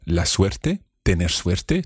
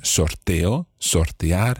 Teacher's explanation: The syllable suerte is obviously stressed on suerte, but in the case of sorteo and sortear, then that first syllable is not stressed. And if it's not stressed, then the O is fine.